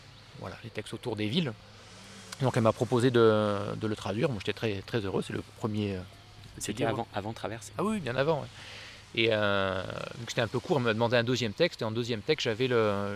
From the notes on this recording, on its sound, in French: 8ème festival « LA MANUFACTURE D’IDÉES » près de Mâcon. Nous avons enfin réussi à nous croiser au beau milieu de la campagne bourguignonne. Au pied d’un cèdre dans le parc du château d’Hurigny et dans les vignes aux alentours.